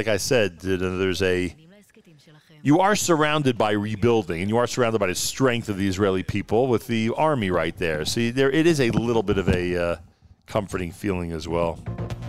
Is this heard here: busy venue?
yes